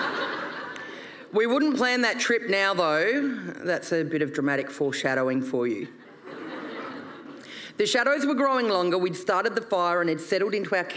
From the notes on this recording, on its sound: performed at Brisbane Comedy Festival in 2022